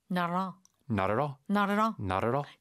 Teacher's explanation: native speakers say this, it's three words, but they say it almost like it's one word.